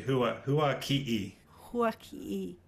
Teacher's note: there's like a little glottal stop or like an apostrophe